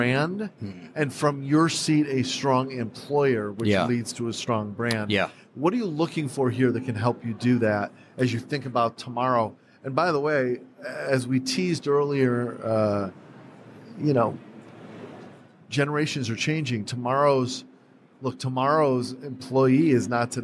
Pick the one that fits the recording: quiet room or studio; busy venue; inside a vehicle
busy venue